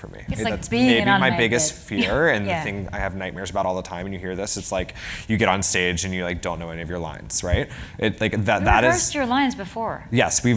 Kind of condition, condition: setting, live audience